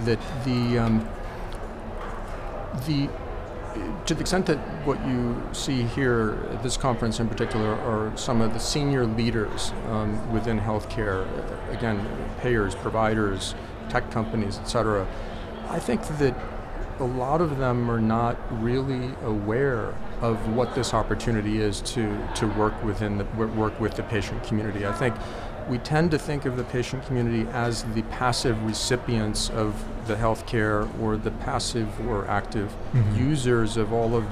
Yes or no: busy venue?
yes